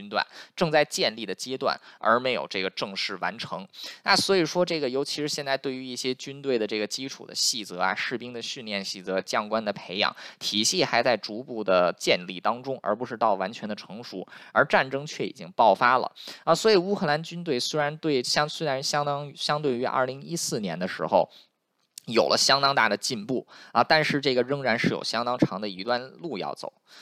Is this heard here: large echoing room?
no